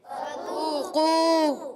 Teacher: واو ساکن سے پہلے پیش، واو مدہ ایک الف کھینچنا ہے